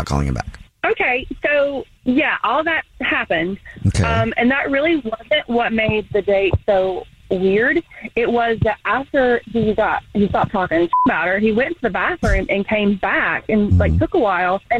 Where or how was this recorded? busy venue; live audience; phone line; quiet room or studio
phone line